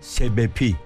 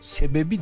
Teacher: Ama ek geldiğinde sebepi değil sebebi deriz. P yumuşar, B'ye dönüşür. · Shown in: second take